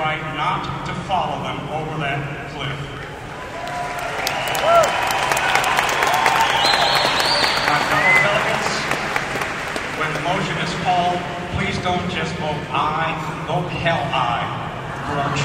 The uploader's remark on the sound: This is actual audio of the Texas independence debate from the floor of the 2016 Republican Party of Texas state convention.